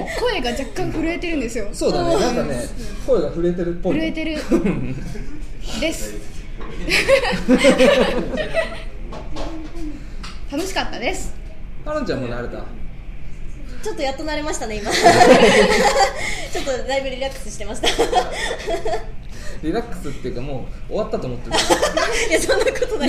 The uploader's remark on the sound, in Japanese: 公開収録しちゃいました。2014年一発目のまちゅらじは公開収録です！三人がご主人様達に見守られながらお話ししている様子をお楽しみください！